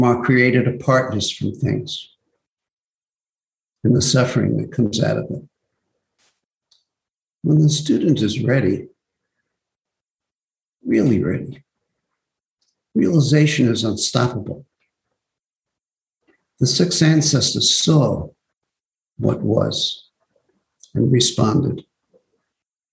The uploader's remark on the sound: Zoom Broadcast